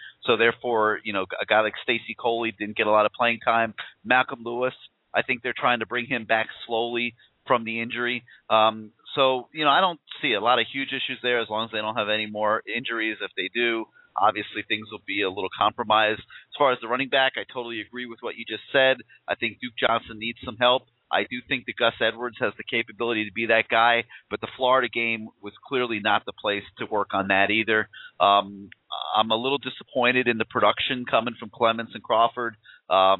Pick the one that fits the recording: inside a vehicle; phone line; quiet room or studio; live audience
phone line